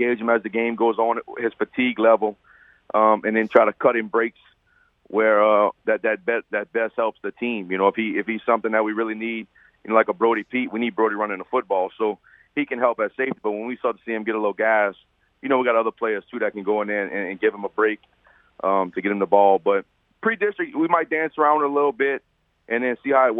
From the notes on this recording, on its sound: We go to the phone lines for 3 good ones.